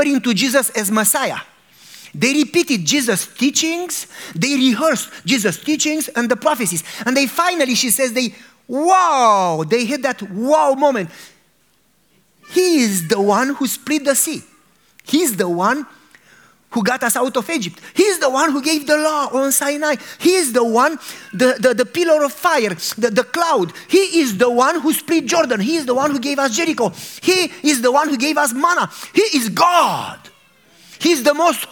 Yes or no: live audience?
yes